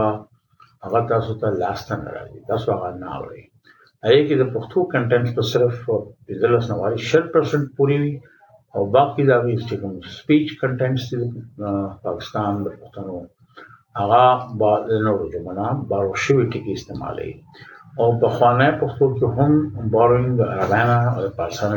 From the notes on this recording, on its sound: We apologize for the background noise.